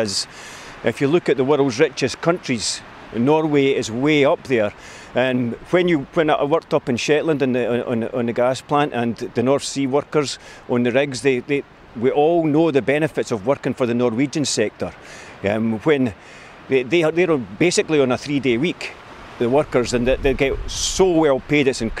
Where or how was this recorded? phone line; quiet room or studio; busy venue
busy venue